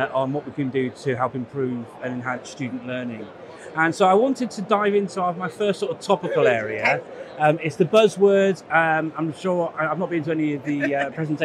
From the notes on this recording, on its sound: Live from the Bett show floor.